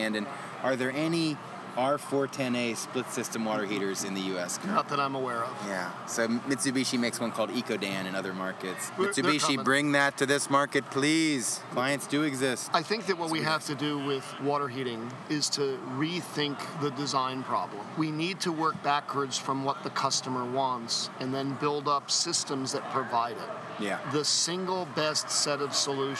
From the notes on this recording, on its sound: Live from the Texas Society of Architects 2017 Expo and Convention. Our live recorded episodes at the 2017 TxA Expo & Convention.